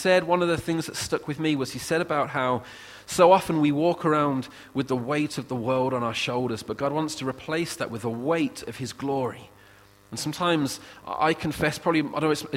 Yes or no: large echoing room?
yes